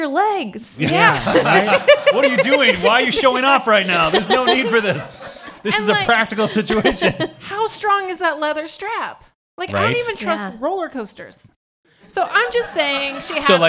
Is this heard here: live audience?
yes